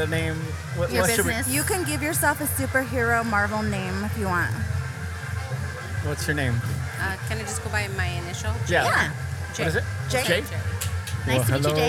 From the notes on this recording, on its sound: recorded at Athena's, a lifestyle swinger hideaway